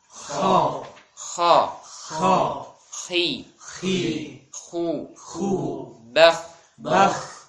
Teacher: Jadi untuk huruf kha, ya, dikarenakan dia memiliki sifat isti'ala, harus diberikan tafkhim, ya, tebal, memiliki suara yang tebal.